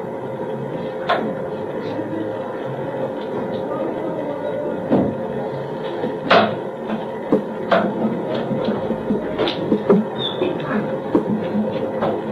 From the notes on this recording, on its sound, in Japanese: 主催：國學院大学文芸部 共催・國學院大学文化団体連合 場所：国学院大学412教室。校内放送をはじめ周辺のノイズが 多く入っており音質はよくない。質疑応答も途中で切れている。